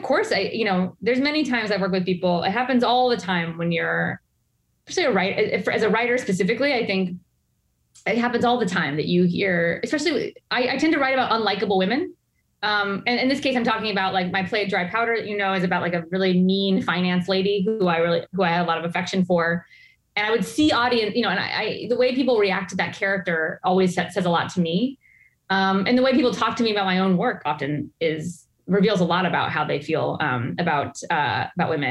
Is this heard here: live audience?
no